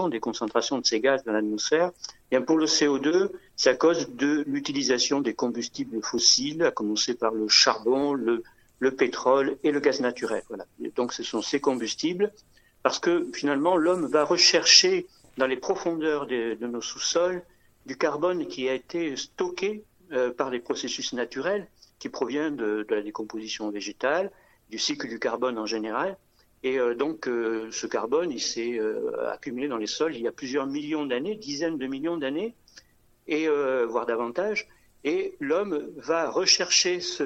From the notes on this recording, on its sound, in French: Interview par téléphone